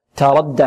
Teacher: تاء، التاء لا نشربها رائحة السين، بل نقول تاء ولا نقول تردى، تردى تاء، التاء مرقة والراء ماذا؟ مفخمة دال مرقة